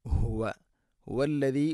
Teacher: ഹുവൽ ലദീ, ഹ തൊണ്ടയുടെ താഴെ ഭാഗം